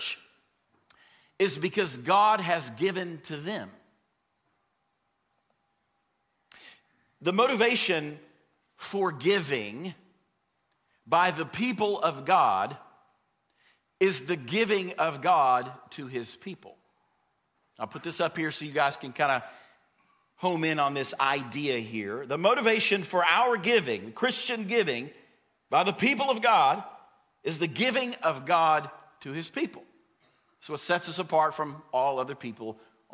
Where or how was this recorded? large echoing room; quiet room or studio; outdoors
large echoing room